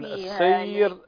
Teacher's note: مرقق لأن قبلها حرف لين